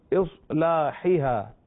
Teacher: صاد اگرچہ ساکن ہے مگر حروف مستعلیہ میں سے ہے لہذا پر پڑھیں گے